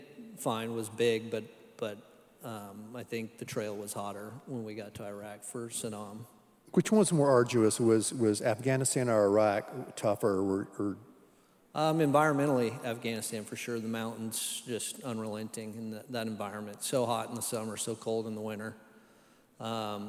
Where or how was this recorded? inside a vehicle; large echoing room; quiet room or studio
large echoing room